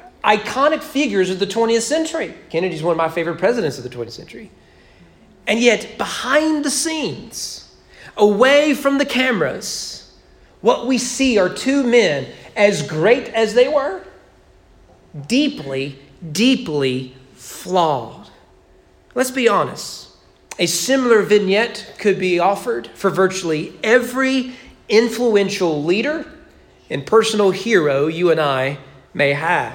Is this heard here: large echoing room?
yes